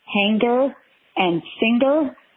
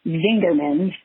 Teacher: The only one I think I have retained really from my Montreal Jewish accent is the hard G sound.